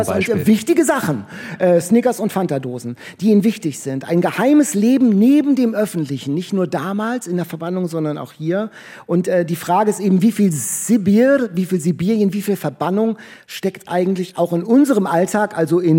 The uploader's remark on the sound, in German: Spaß mit dem Live-Publikum in der Empore in Buchholz